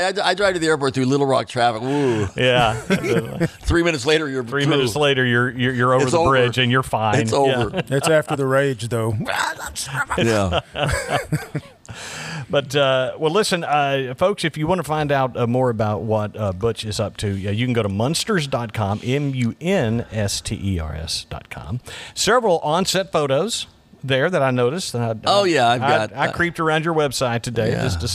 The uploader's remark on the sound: This episode was recorded at Flashback Pinball Arcade.